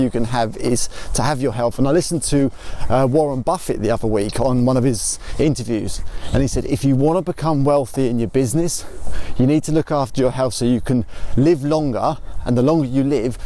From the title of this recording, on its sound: walking podcast